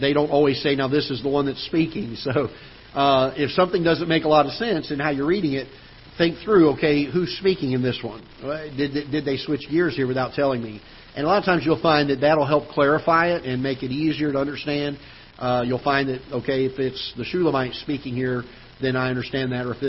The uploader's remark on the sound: Ketha Heights Baptist Church ~ Live Broadcast